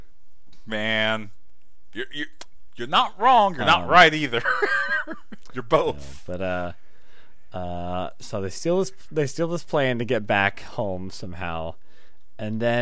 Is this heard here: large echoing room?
no